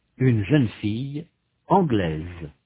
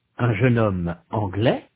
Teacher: In sound, the feminine forms, anglaise and suédoise, have a final consonant z, that the masculine anglais and suédois do not. In the masculine, the final s is not pronounced.